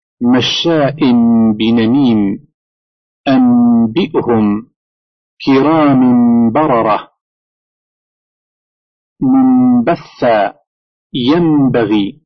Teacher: النون الساكنة أو التنوين إذا تلاه باء يقلب التنوين أو النون إلى ميم · Term: الإقلاب